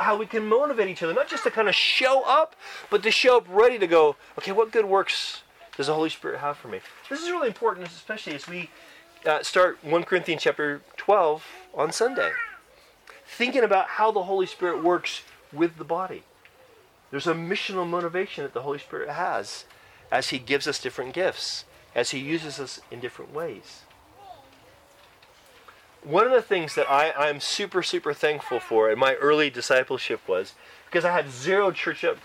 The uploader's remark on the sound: Church camp recording in the great outdoors!